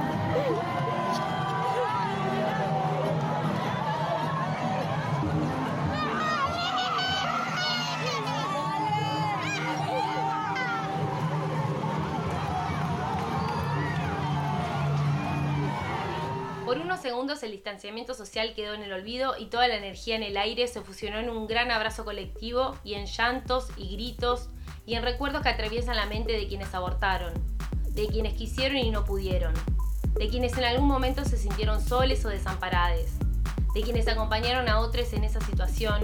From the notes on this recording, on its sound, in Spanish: Los paisajes sonoros fueron grabados en las calles de Buenos Aires el 10 y 29 de diciembre del 2020.